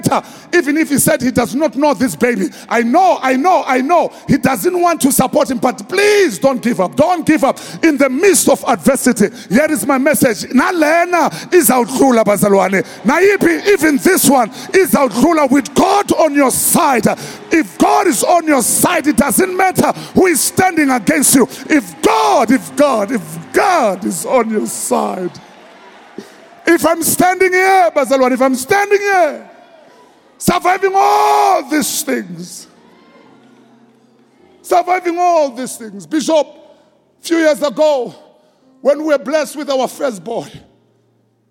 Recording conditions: large echoing room